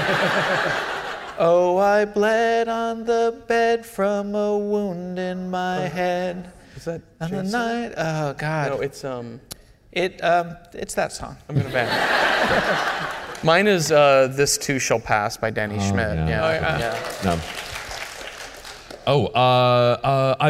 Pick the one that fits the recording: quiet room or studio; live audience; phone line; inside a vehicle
live audience